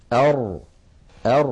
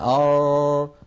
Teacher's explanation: ولا يجري الصوت مع الراء جريانا بين · Shown in: first take · Term: البينية